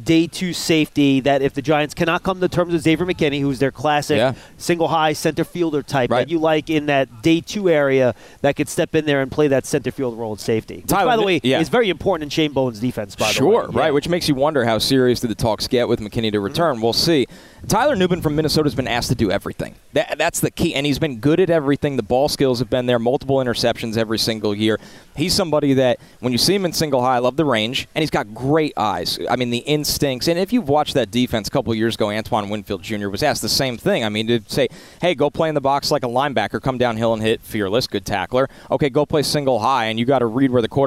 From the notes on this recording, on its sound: live from the NFL Combine